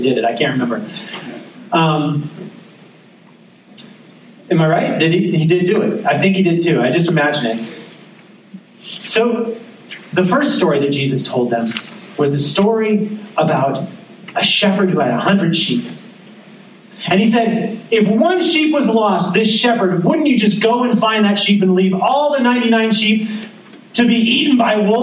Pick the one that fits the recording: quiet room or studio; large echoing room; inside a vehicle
large echoing room